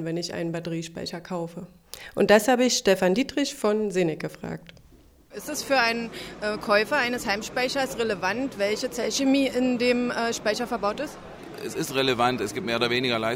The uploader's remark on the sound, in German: Auf der The smarter E in München.